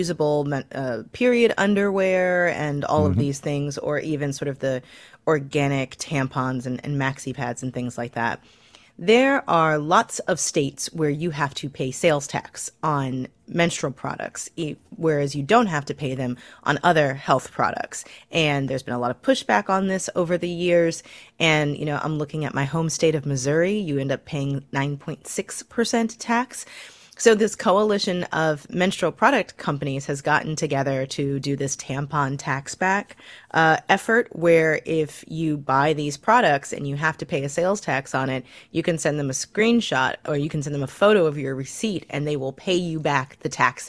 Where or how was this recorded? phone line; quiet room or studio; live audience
quiet room or studio